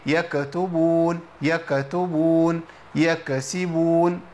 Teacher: غيرت صفه او اضفت صفه مش موجوده، وهي صفه الاهتزاز اللي هي القلقله